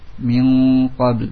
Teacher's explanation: Nun sukun di depannya qaf. Sehingga di gunnahkan pula. Karena ikhfa ma'al gunnah.